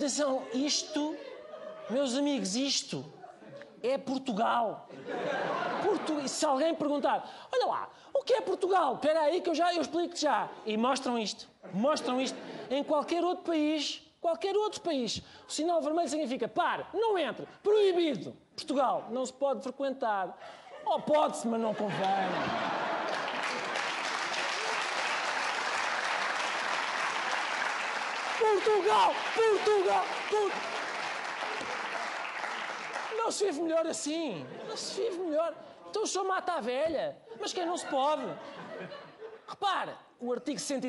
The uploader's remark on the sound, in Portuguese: Gravado no início de junho de 2020 com público ao vivo, mas todos de máscara e muito afastados uns dos outros no auditório.